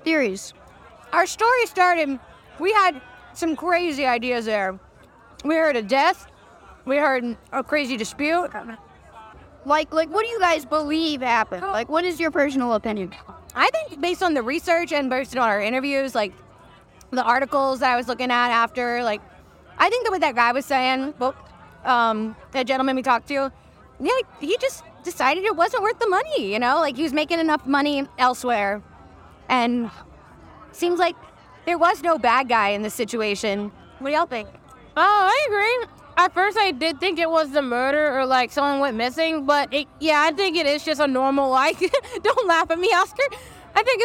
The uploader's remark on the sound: this episode we are live at Jazz Fest!